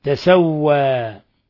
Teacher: وقرأ حمزة والكسائي وخلف وهم 3 كوفيون بفتح التاء وتخفيف السين